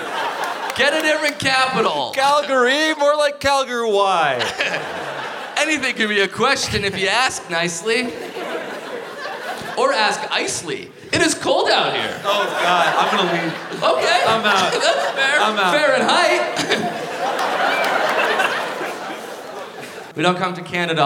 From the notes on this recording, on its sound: Live at MacEwan Hall in Calgary!